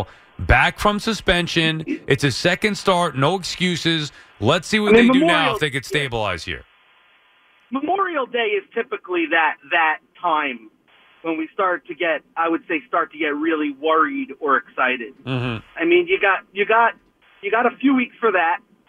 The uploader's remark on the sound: Mets fans phone in and voice their worries.